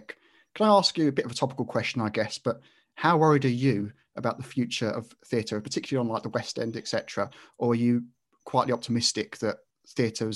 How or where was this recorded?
video call